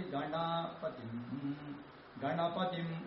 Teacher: गणपतिम् इत्यत्र पकारः पादवृत्तस्वरितः इत्युच्यते.